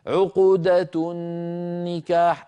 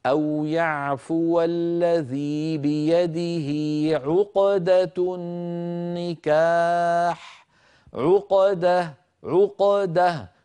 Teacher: عقدة النكاح أكون قد جعلت القاف الساكنة متأثرة بالفتحة التي بعدها فالقاف ساكنة لا تتأثر بالضمة قبلها ولا الفتحة بعدها · Shown in: second take